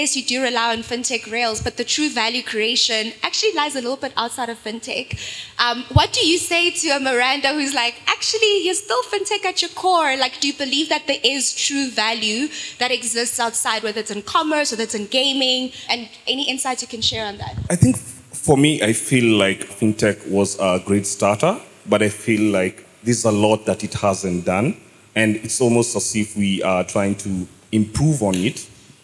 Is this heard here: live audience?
yes